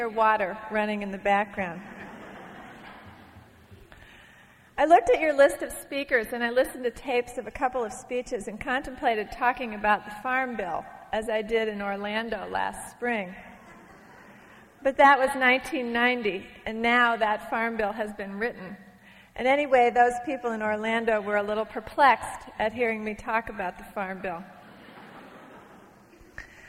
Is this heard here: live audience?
yes